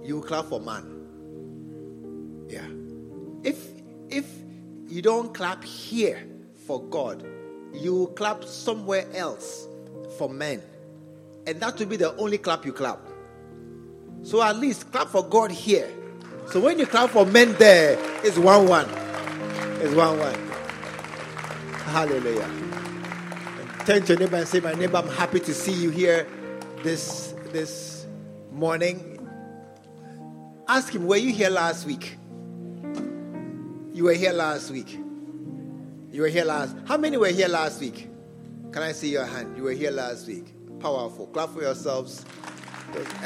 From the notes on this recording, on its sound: Preached at the True Vine Cathedral, Bantama